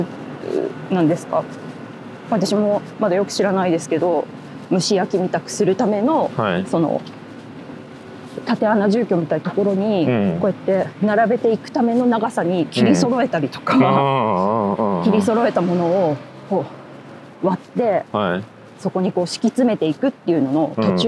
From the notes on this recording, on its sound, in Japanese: 誰かと散歩しながら収録しております。駒場東大前から日本民藝館まで散歩しながらおしゃべり。